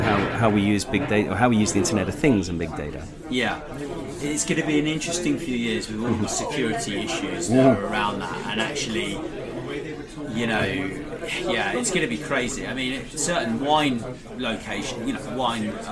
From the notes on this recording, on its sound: In this live interview at "The Arts Club" Dover Street